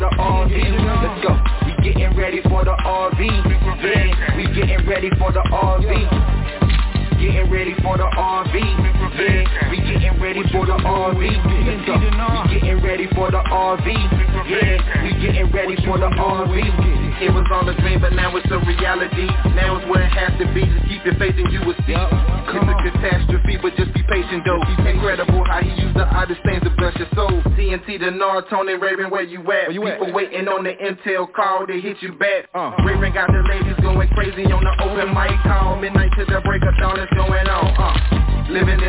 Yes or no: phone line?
yes